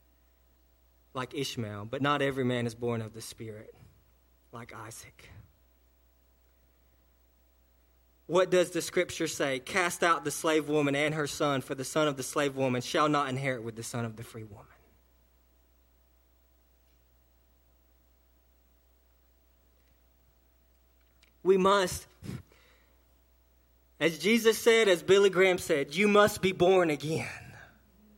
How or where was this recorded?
large echoing room